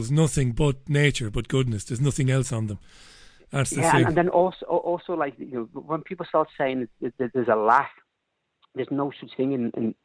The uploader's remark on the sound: It's the Global Phone-In. Takes calls from the UK, Ireland and the US.